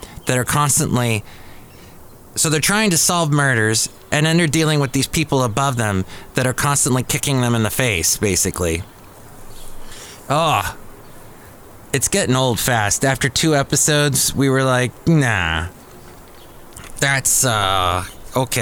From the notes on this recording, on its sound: podcasts live from Cafe Anyway